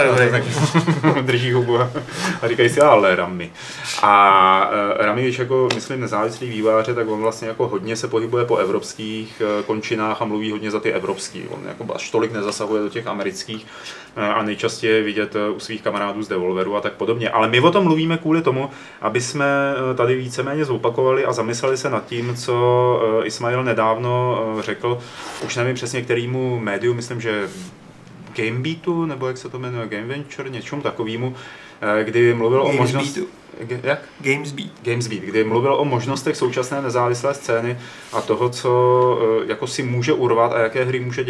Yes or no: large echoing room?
no